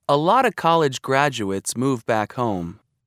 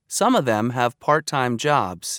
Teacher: In rapid speech, the final F sound in the word of is sometimes dropped.